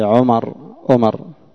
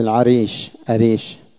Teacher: أهل تهامة الذين عندهم العين همزة والهمزة عين